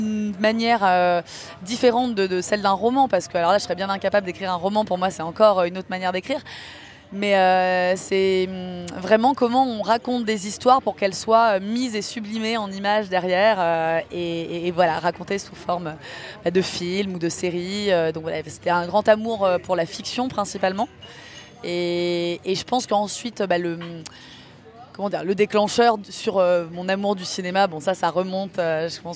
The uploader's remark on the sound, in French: Suite et fin de cette série de 3 capsules inédites enregistrées en marge du 76ème Festival de Cannes. Dans un café situé juste à côté du Palais des Festivals.